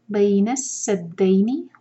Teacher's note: جب ہم سین پڑھتے ہیں تو وسلنگ ساؤنڈ آنا چاہیے